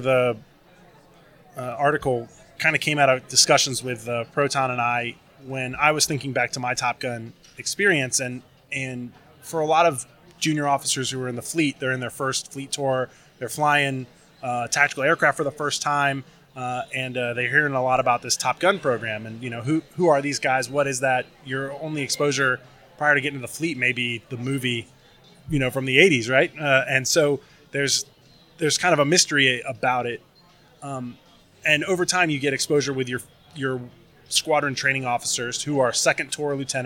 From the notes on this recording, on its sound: Live from Tailhook